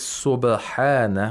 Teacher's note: The first one is subhana, where we have qalqala of the ba. The ba is sakin, and as a result, we have to make sure that the sound of the ba is not trapped in this place of articulation, it's released quickly.